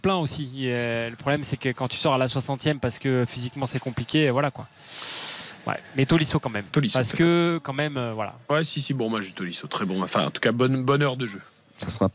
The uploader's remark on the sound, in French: Pour trois heures de direct. En direct du Groupama Stadium.